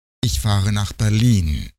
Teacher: При терминальности интонации движение тона нисходящее. · Term: Терминальная интонация